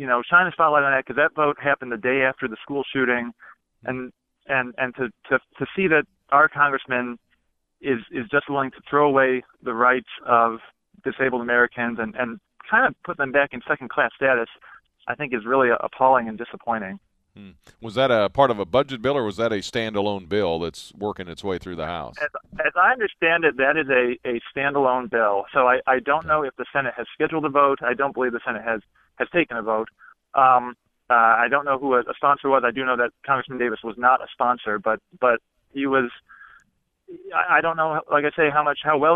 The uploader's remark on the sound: two hours of open line calls this morning live from East Lansing